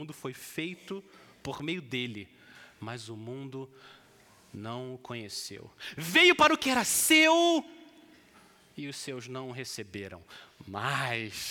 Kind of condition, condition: setting, large echoing room